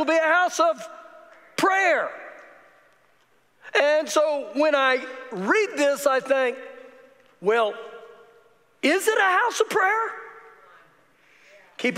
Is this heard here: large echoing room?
yes